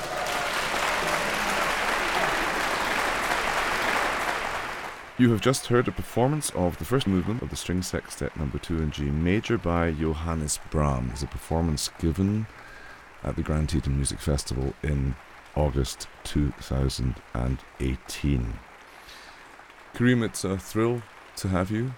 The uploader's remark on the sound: At the base of the majestic Teton mountain range in Jackson Hole, Wyoming. Live from the Grand Teton Music Festival.